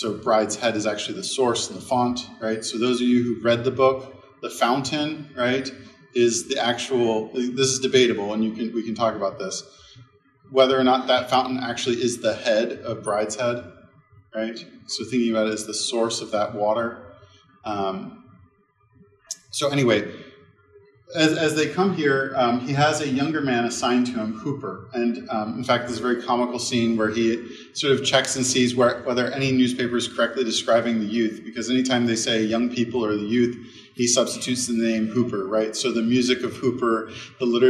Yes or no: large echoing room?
yes